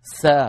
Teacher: المطلوب منه أن يهيئ الفم على مخرج الحرف الآتي، وأعود فأقول من غير ضغط، مثلا يريد أن يخفي النون عند السين في كلمة الإنسان، يذهب من مخرج الهمزة الإي إلى مخرج السين مباشرة من غير ضغط، وينطق غنة من أنف معها صويت من الفم